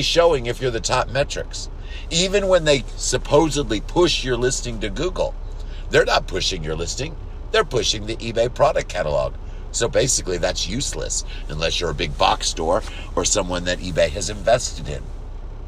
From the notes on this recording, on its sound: waiting for my employee in the car